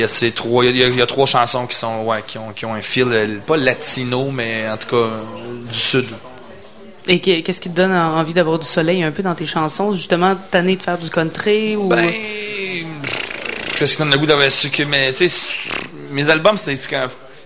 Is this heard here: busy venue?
yes